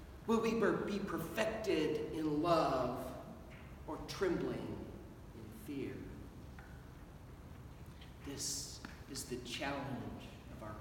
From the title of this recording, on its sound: Sermon at Holy Trinity Anglican Church on the First Sunday in Advent 2021